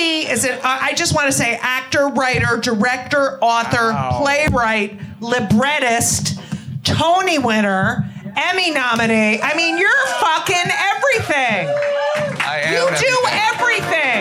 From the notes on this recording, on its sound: LIVE from Club Cumming ! LIVE from Club Cumming !